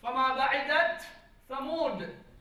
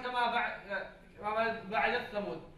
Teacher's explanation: بين التاء والثاء عند حفص لا تدغم · Shown in: first take